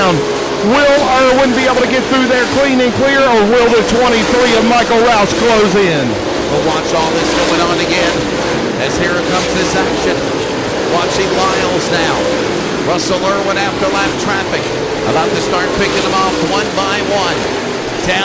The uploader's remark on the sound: LIVE Audiocast Coverage from County Line Raceway